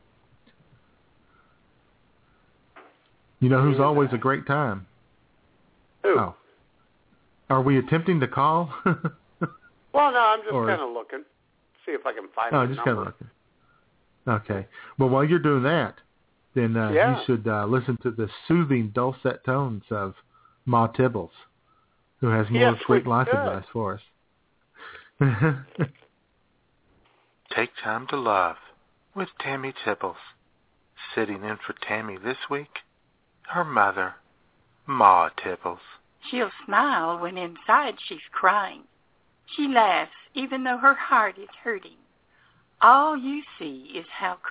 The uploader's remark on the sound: Holds a live, on-air Cinco de Mayo party. Take your phone calls.